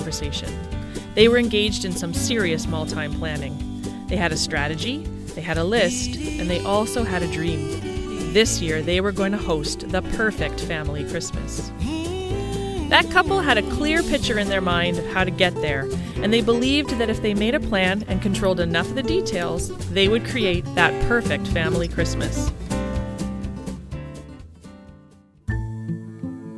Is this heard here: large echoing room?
no